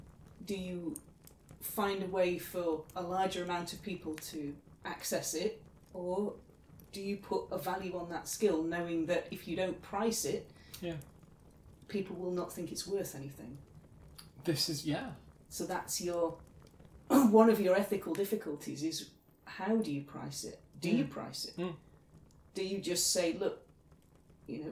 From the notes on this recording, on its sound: Background fire ambience